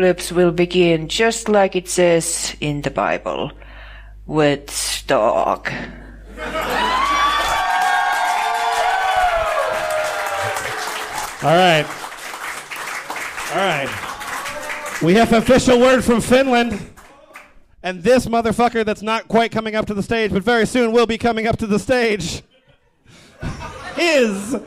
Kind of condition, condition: setting, live audience